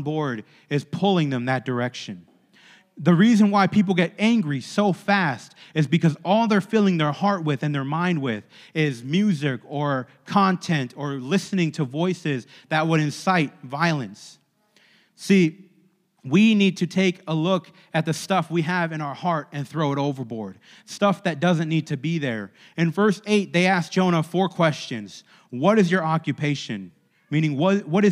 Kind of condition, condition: setting, large echoing room